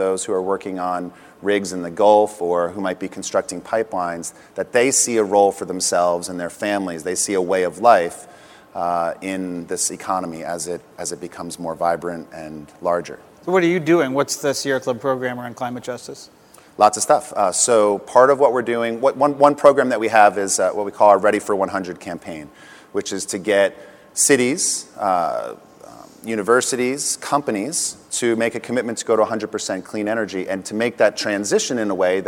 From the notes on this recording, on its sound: The best of live interviews from GreenBiz events.